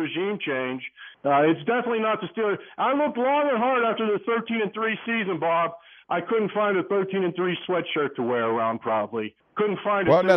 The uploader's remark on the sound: Phone calls from the fans